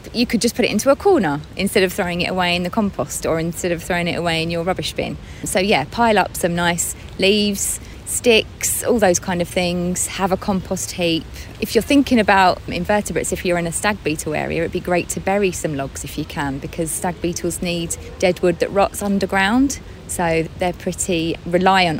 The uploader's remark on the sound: It's a bit squelchy outside. Back at the Adhurst Estate Allotment. The gardening magazine podcast from Shine Radio.